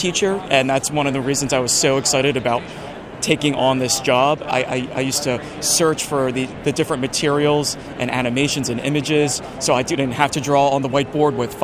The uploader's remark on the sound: Live from Philadelphia: NOAA's Exhibit Program. This huge convention was an opportunity for NOAA men and women from a variety of backgrounds and expertise to meet face to face with thousands of science teachers. This is the first half of a two-part series recorded live at the event.